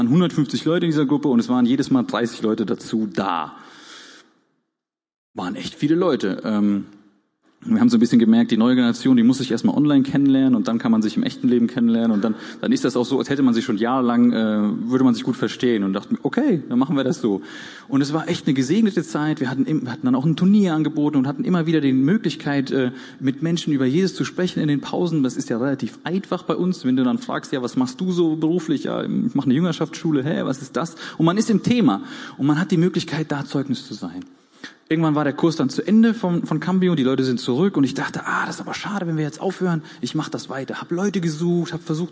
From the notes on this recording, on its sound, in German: Gottesdienst der Kirche für Bonn